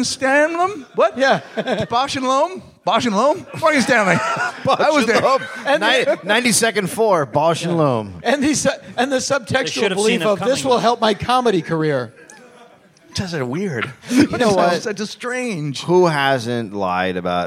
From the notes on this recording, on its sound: live from SF Sketchfest